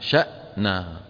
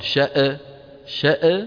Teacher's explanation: لا تقلقل الهمزة. أنشأنا شأنا ولا تقول شأ شأ هذه قلقلة · Shown in: first take